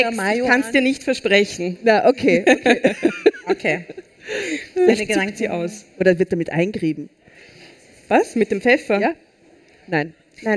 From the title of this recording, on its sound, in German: Live-Special vom Ö3-Podcastfestival